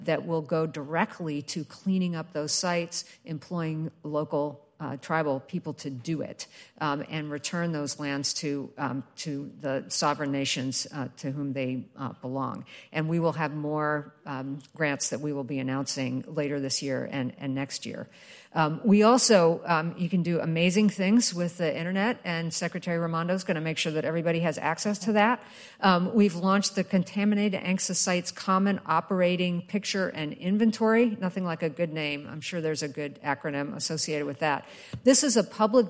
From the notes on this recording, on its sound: Tribal and federal officials participate in a panel discussion at the White House Tribal Nations Summit on December 6, 2023.